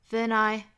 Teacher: than 和 I 连读是 nai